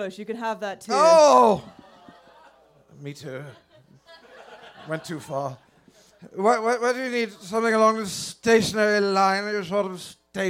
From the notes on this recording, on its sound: This is the full live recording of "Love Actually-Live at the Comedy Cellar". Taped in front of a live audience at the Village Underground in the West Village.